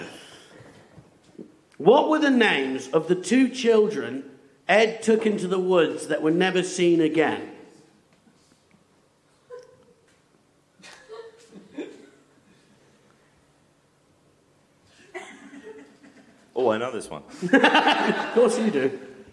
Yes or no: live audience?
yes